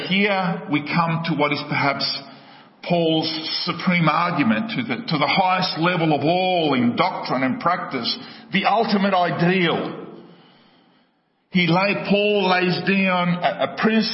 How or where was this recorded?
large echoing room